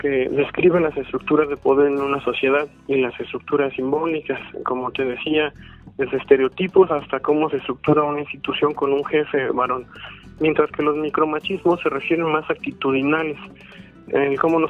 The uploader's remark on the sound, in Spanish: En este episodio sostuvimos una charla telefónica